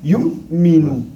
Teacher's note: alors le hamza avec le soukoun, c'est coup de frein à main